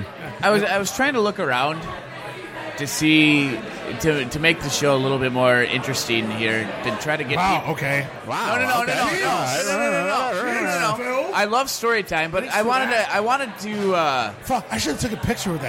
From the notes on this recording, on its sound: Live from Old Shillelagh